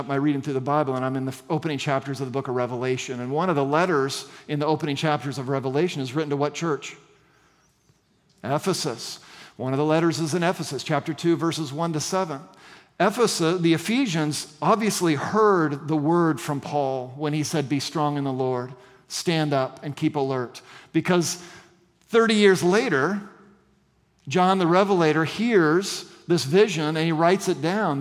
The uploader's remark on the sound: at the September 3, 2023 Sunday morning services of Boca Raton Community Church in Boca Raton, Florida